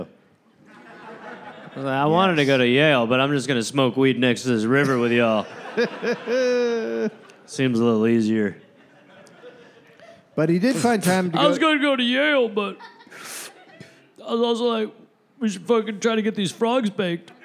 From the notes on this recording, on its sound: Recorded live in Las Vegas.